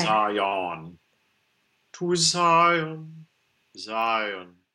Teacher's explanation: we have the diphthong I and then a neutral ending that may have a bit of O coloring in the schwa, but you don't need to head to on.